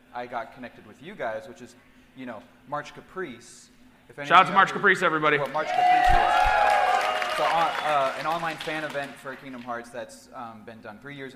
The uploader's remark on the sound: Live from RECONNECT YEAH